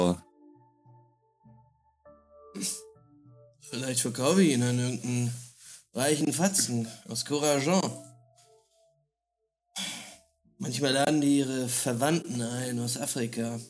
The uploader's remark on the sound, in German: Mit leichten Audio-Issues.